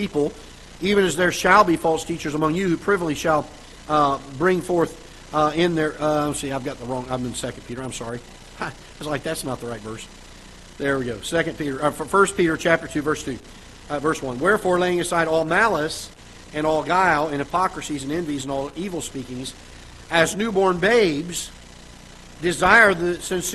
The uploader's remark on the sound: Ketha Heights Baptist Church ~ Live Broadcast